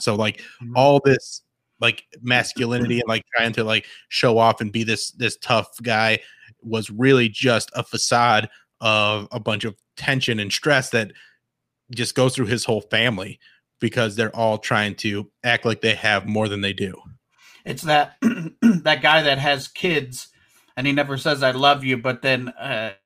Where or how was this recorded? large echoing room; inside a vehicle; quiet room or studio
quiet room or studio